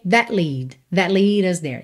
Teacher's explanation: Atenção que a gente não ouviu nada desse T do that